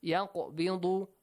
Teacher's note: Qaf sakin, ba sakin, qalqala. Echoing sound